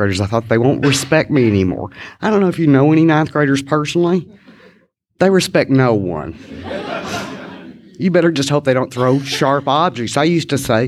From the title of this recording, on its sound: Live at Tri-Cities